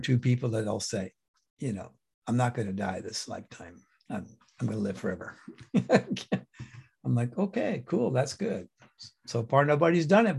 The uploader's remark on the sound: The shows are now all hosted on Zoom.